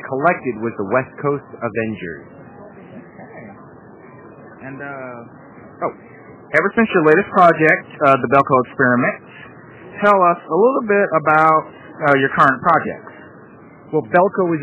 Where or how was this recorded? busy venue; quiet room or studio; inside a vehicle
busy venue